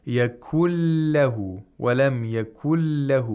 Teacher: We have a noon sakina which merges into a lam. · Term: idgham